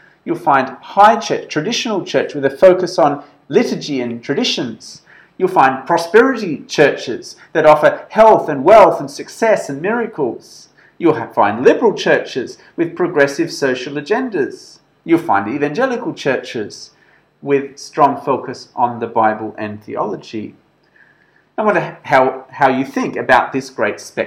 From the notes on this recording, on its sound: This sermon was preached at St George's Church, Penang on 29th September 2021.